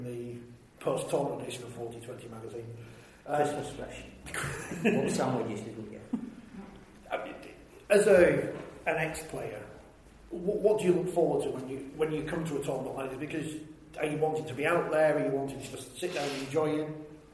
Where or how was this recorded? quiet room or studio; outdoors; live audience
live audience